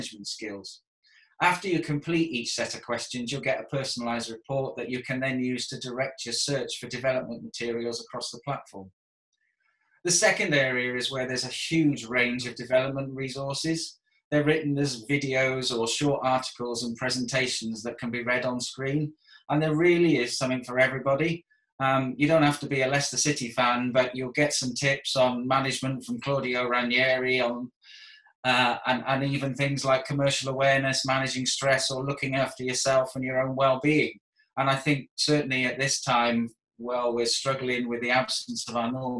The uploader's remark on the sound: This video was recorded over Zoom during the lockdown for Coronavirus in May 2020.